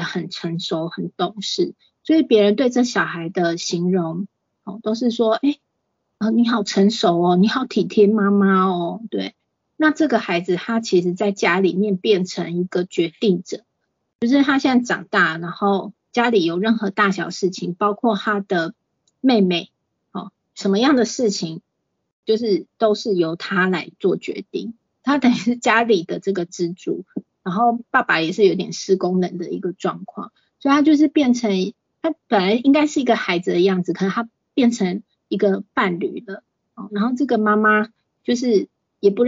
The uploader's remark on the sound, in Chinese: 此為線上課程錄音檔。講座錄音。